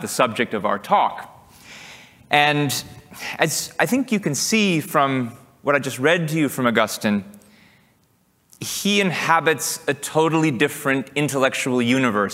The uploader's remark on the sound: Recorded July 2, 2023, at OCON in Miami, Florida.